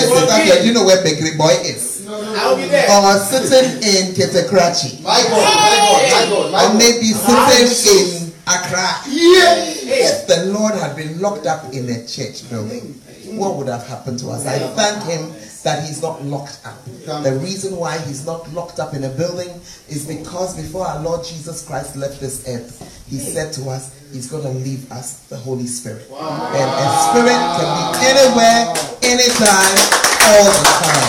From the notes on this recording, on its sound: Preached at the Fountain Of Life Cathedral